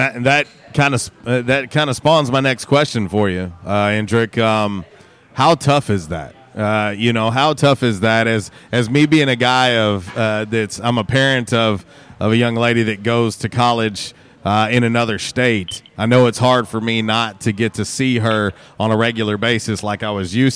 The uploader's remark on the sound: On the Back In Action Hotline LIVE from J'Town's Grill.